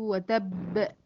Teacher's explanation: أعلى درجات القلقلة طبعا هي المشدد الموقوف عليه، مش بعامله نفس معاملة المتحرك.